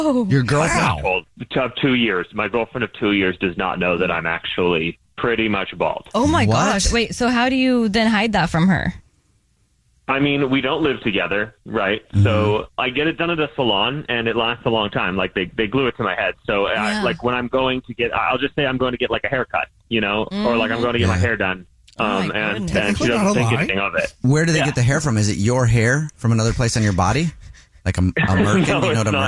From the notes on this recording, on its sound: The man on the phone